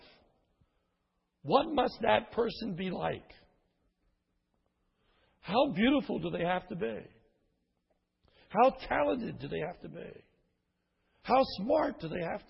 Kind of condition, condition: setting, large echoing room